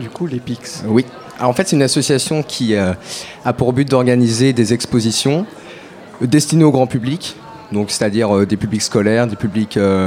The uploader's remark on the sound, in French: Radio Campus Paris était en direct de l'Espace des Sciences Pierre-Gilles de Gennes pour la Nuit Européenne des Chercheurs, une soirée de rencontre entre le monde de la recherche et le grand public.